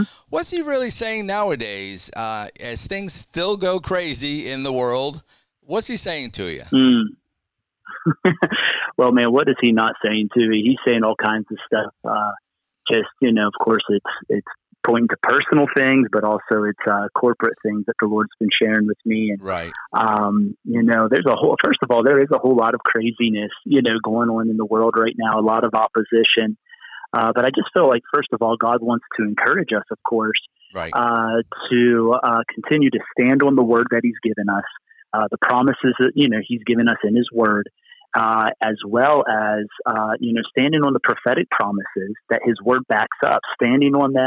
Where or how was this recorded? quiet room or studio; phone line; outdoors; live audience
phone line